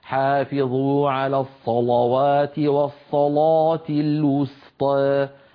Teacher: فيجعلون اللام مفخمة متأثرة بالصاد قبلها